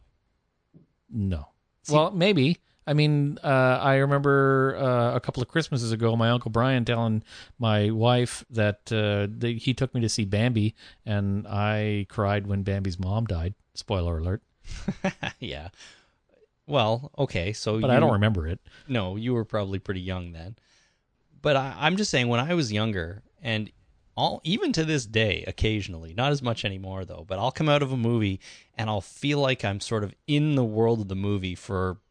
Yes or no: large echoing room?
no